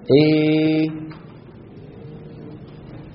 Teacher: يرفع لسان وسط لسانه أكثر فيخرج صوت ممزوج بين الألف والياء، فيه ألف وفيه ياء بنسبة واحدة، يعني 50% ألف 50% ياء. · Term: الإمالة الكبرى